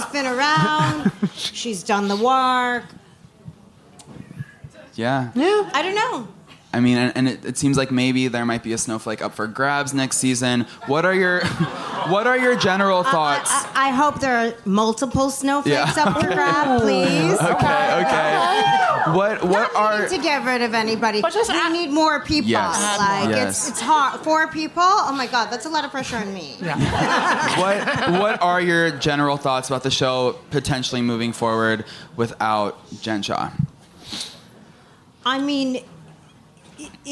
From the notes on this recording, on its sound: Took the stage in NYC at City Winery for our very special live "Virtual Reali-tea" event. Sat down with a live audience.